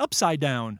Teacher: when we pronounce these phrases, we don't differentiate between the last sound and the first sound